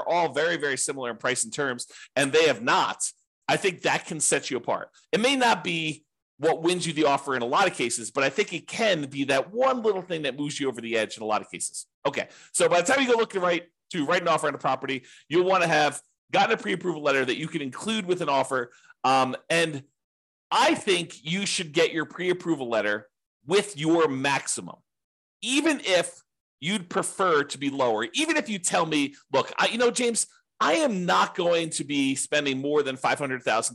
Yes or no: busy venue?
no